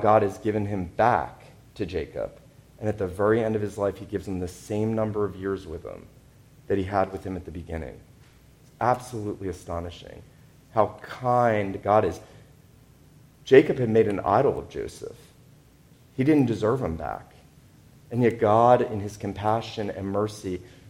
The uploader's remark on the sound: This sermon was preached at Wayside PCA on Signal Mountain, TN.